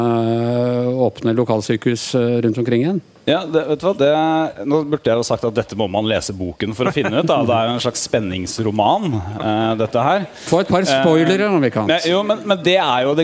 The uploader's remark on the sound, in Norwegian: Spilt inn med publikum på utestedet Bakgården i Oslo.